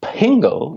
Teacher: pingo with a additional whiff of air after the P, aspiration, which has a somewhat different meaning again